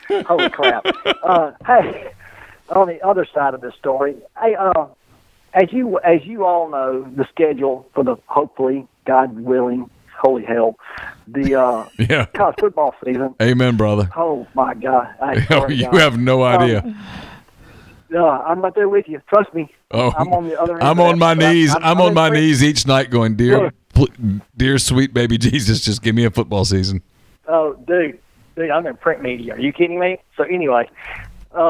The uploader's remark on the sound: They take listener calls and watch the NFL Draft while recording the show.